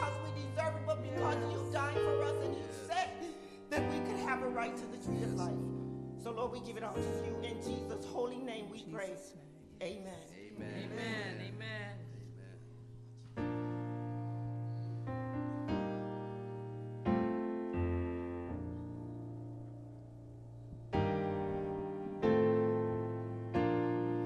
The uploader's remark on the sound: Sabbath Worship Service at Tabernacle of Praise SDA Church